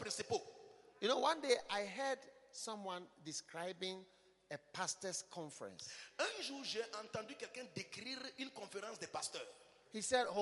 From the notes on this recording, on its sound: Preached at the Bafoussam Pastor's Conference, Cameroon.